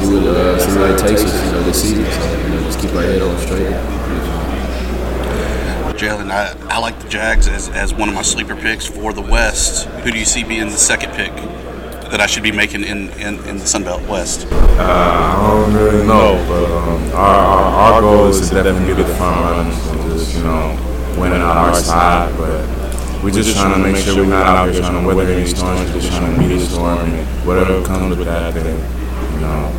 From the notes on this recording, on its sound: FunBelt Podcast rolls in off Bourbon Street for a second day of Sun Belt Conference Media Days